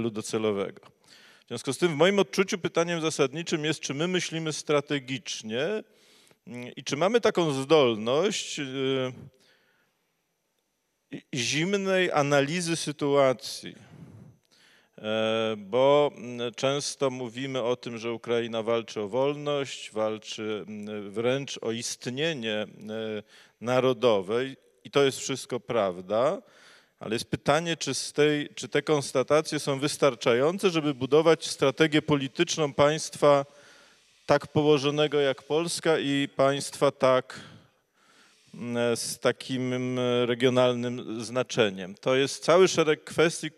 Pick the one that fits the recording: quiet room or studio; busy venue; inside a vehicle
busy venue